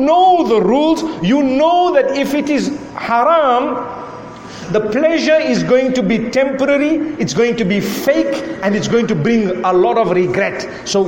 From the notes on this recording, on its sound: A lecture to the youth delivered at the Nurul Islam Masjid in Trinidad